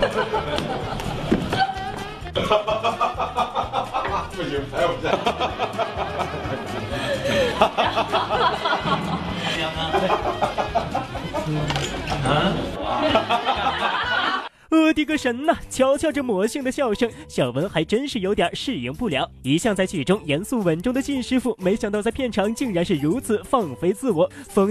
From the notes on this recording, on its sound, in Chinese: 现场直击声：北京国际电影节闭幕。